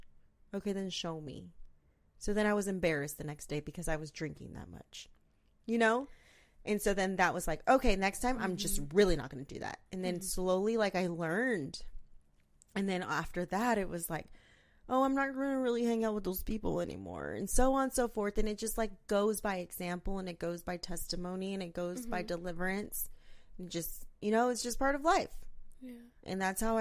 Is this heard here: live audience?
no